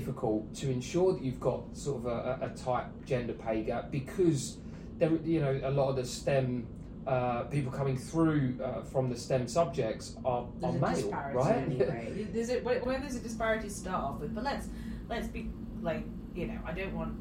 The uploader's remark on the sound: We had a mic issue during the filming of this episode so please excuse the audio quality.